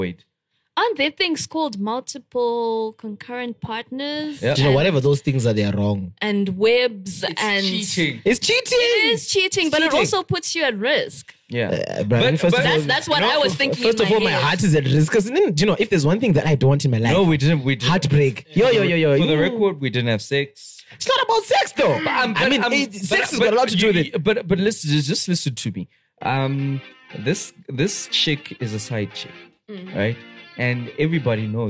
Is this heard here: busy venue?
no